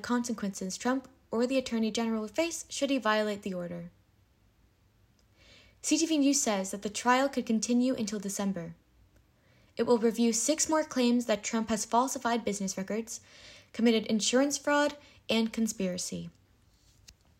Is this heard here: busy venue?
no